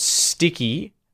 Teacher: Sticky, that's an adjective. First syllable stressed here.